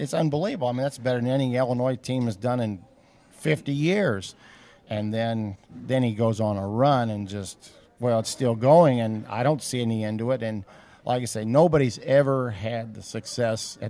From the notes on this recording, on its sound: broadcast live from the Kiwanis pancake breakfast at Bromley Hall